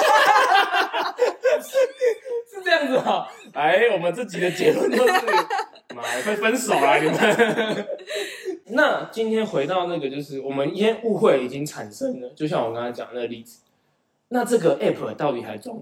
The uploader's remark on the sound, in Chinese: 請多包容音質問題喔~ 錄製當下沒發現有回音、聲音過小的問題QQ。